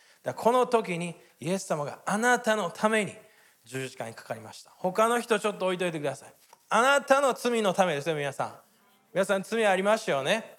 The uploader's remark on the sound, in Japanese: 日曜礼拝 収録分です